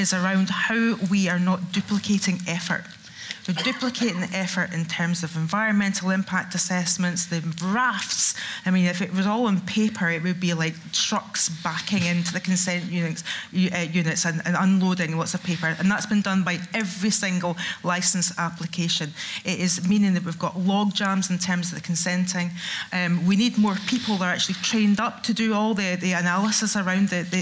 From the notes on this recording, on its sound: Energy Debate: Live. Joined in Aberdeen by an audience of 300.